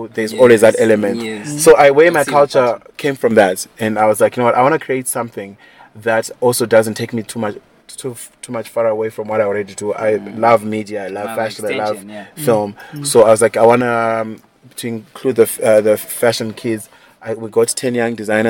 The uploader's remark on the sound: On the sidelines of The European Film Festival.